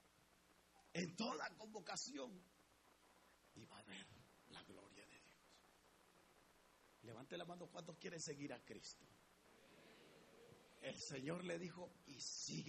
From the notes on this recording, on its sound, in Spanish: En Iglesia Palabra Viva, audio grabado el dia 20 de Enero 2019 Culto 845am.